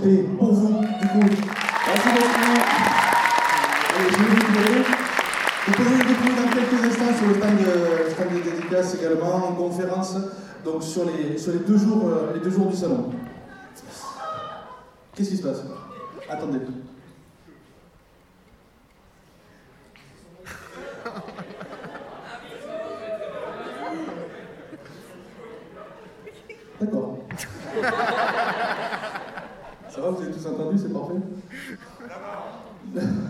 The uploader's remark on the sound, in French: Conférence TGS Springbreak 2017 : Inauguration. L'édition 2017 du TGS Springbreak vient de se terminer, et donc voici la petite flopée de conférences enregistré durant ce petit week end. L'inauguration de la convention qui à eu lieu le samedi matin.